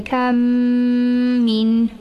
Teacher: When the Meem is followed by another Meem, the Meem Sakina is followed by a Meem with a Haraka on it, then the Meem is assimilated into the next Meem and read with Hunna